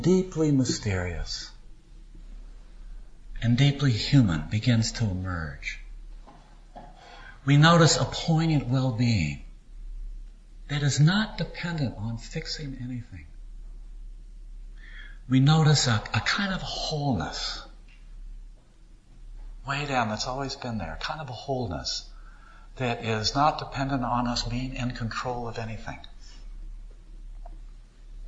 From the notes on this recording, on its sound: recorded at a service given by the Unitarian Universalist Society of Sacramento